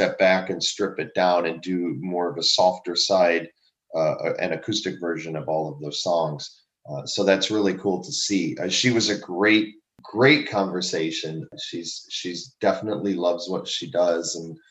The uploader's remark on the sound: We had some download issues with Skype. I was hoping we would be able to salvage the entire conversation.